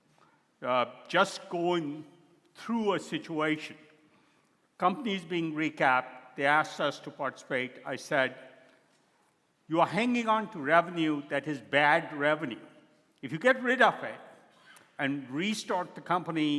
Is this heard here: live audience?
yes